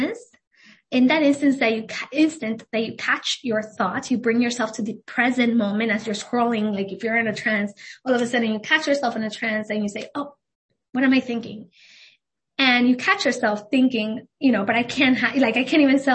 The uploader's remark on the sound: This was a video event and I didn’t start recording until 10 minutes in - in this podcast you will miss my intro.